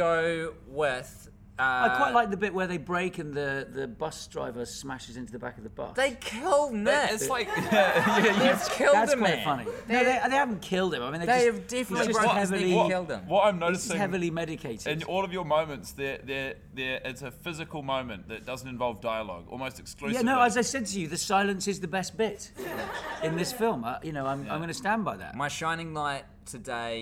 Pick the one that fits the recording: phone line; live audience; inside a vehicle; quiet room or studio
live audience